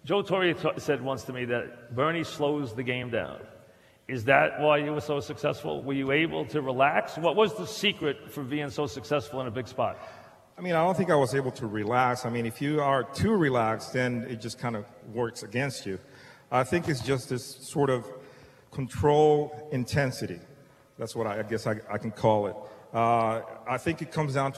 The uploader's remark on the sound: Live at the Tilles Center